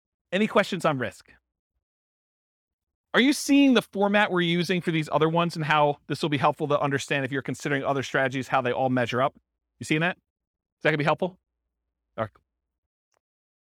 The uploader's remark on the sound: This was a live class recorded